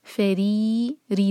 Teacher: فری را کے نیچے کسرہ جو ہے، باریک پڑھنا ہے را کو